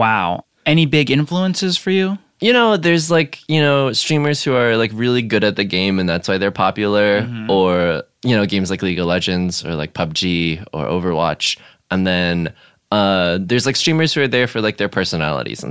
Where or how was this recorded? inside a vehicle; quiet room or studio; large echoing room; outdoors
quiet room or studio